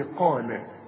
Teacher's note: القاف مفخمة لكن جنبها اللام لازم ترققها